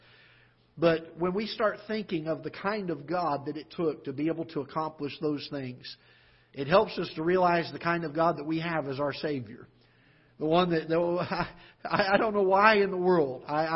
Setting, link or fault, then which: setting, large echoing room